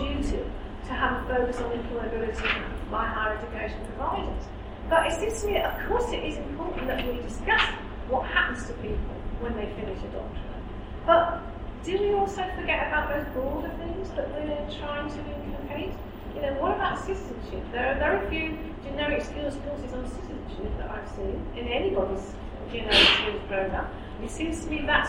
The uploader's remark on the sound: Speaks at SRHE Employability, Enterprise and Work-based Learning Network Event - Postgraduate study and employability.